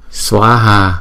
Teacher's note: chữ Xóa đọc hai nhịp, chữ Ha đọc hai nhịp